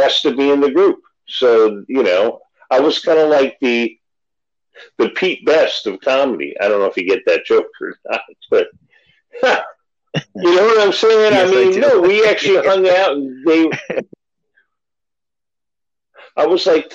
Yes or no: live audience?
no